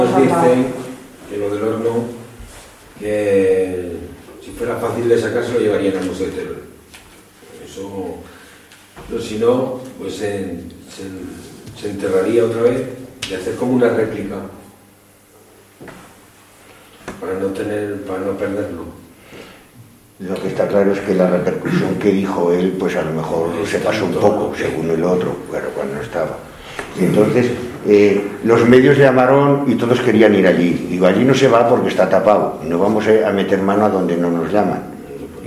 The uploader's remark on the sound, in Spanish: Audio correspondiente a la Sesión Ordinaria del Pleno del Ayuntamiento celebrada en el Salón de Actos del Ayuntamiento de Cella (Teruel).